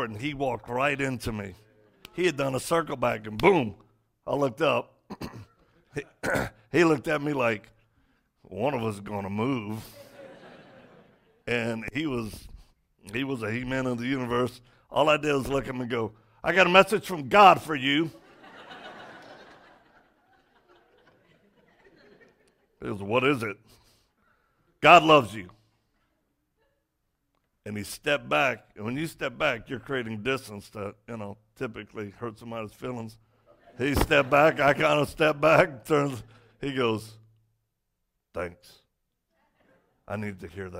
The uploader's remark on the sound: Message recorded from Rise Church